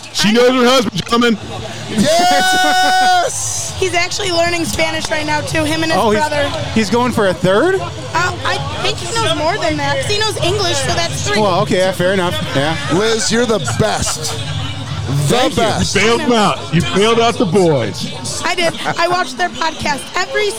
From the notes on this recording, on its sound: Recorded live from Uncle Ray’s Place in Dearborn Heights, MI during the Detroit Lions v. San Francisco 49ers NFC Championship game.